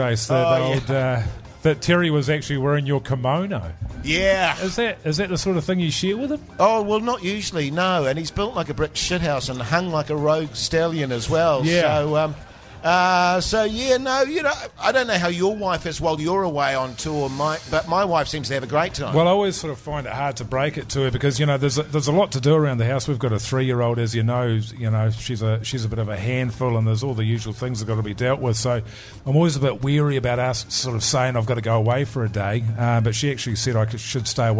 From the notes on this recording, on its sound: The Big Show LIVE. LIVE at Shining Peak Brewing.